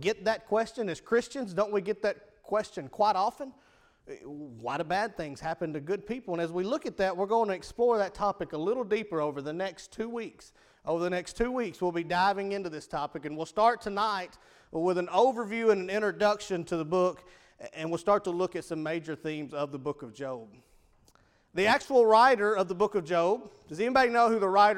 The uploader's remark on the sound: Evening service at Rocky Valley Baptist Church on 1-15-2017